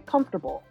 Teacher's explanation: It's really comfortable to take out that fourth syllable.